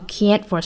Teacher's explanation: 那后面的 t 如果遇到辅音还是要失去爆破一下